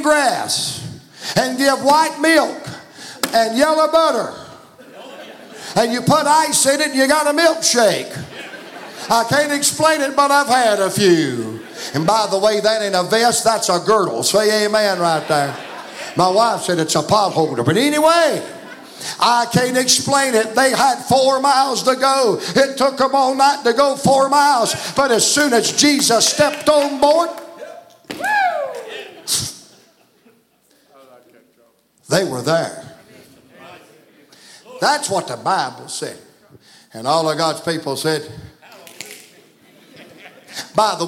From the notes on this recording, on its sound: From the pulpit of Calvary Baptist Church.